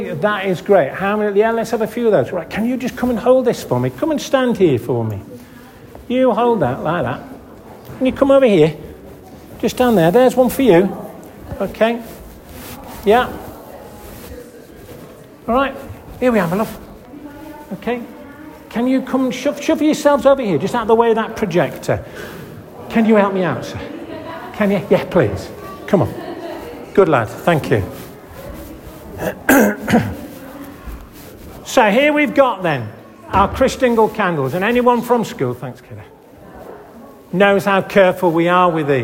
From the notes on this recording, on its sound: This audio recording was taken at the 10:30 Benefice Communion Service, 'The Gathering' on February 4th 2024 in St Oswald's Church, Askrigg.